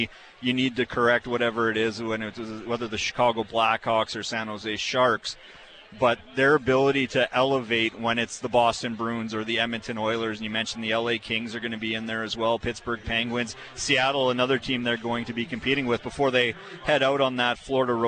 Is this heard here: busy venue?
yes